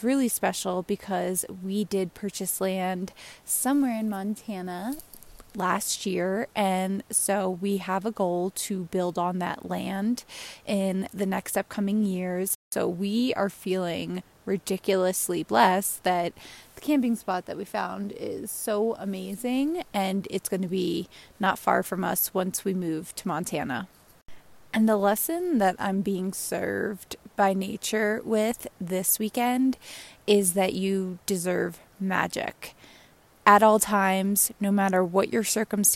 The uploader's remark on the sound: Recorded out in the WY/MT wilderness, another lesson and reflection I experienced when my phone went into airplane mode and I could just sit in nature.